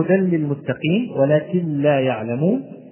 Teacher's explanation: فتدغم النون الساكنة والتنوين بغير غنة في الحرفين الباقيين من يرملون، وهما اللام والراء · Term: الإدغام الكامل